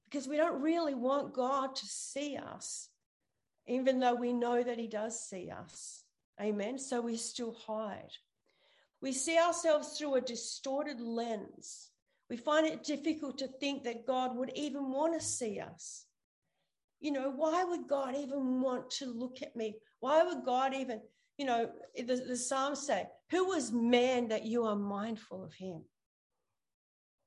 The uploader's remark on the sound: ZOOM Church